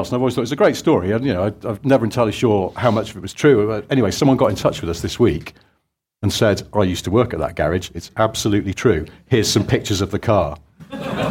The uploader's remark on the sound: Live from Stellantis. Record in front of an audience at Stellantis HQ in Coventry. Big up the Stellantis crew for hosting us.